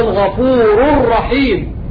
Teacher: لم تضغم الراء في الراء بسبب التنوين، ولكن أضغم التنوين في الراء من باب الإضغام بغير غنة